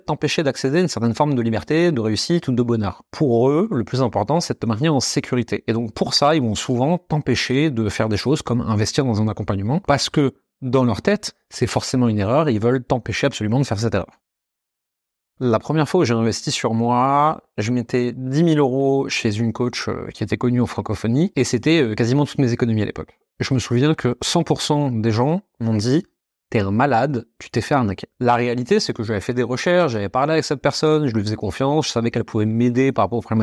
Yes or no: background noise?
no